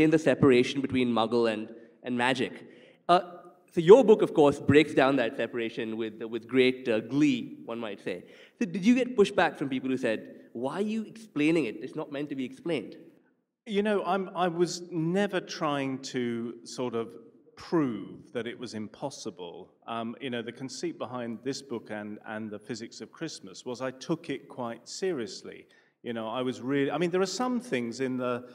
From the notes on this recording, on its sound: A live session from #JaipurLitFest2020.